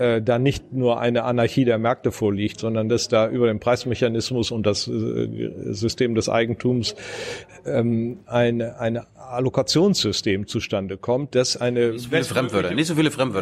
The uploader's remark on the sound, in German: November 2019 in der Berliner Buchhandlung "Ocelot" aufgezeichnet.